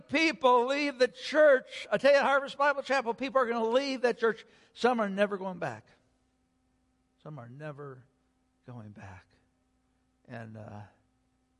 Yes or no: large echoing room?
yes